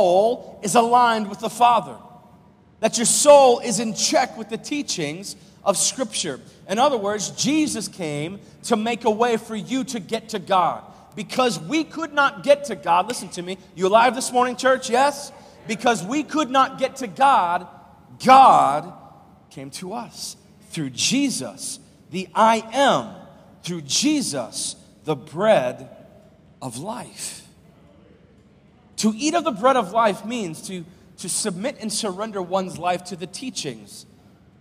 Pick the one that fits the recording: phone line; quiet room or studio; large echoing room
large echoing room